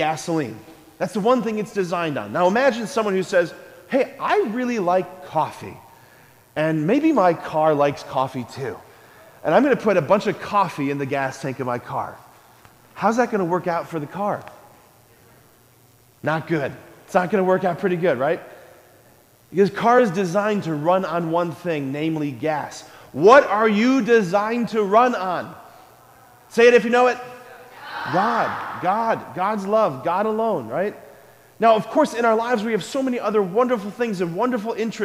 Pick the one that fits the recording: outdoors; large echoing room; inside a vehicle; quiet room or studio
large echoing room